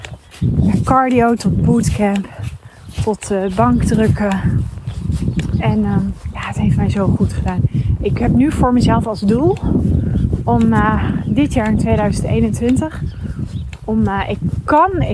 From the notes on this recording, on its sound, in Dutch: Een mooie nieuwe podcast die ik tijdens het wandelen heb opgenomen.